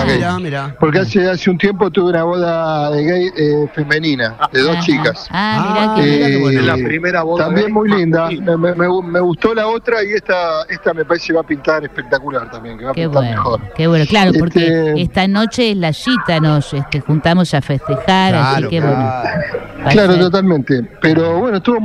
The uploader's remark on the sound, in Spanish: Móvil EN VIVO desde el Registro Civil